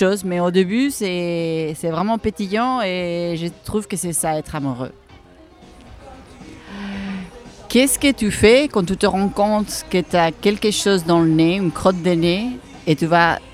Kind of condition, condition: setting, busy venue